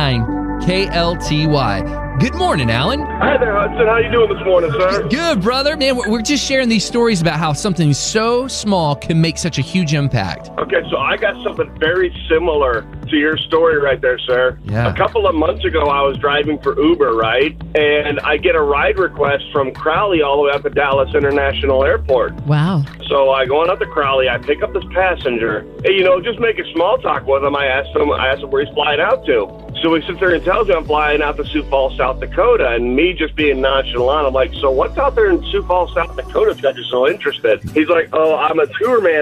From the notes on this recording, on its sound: Listeners call in with some fascinating stories. 94.9 KLTY.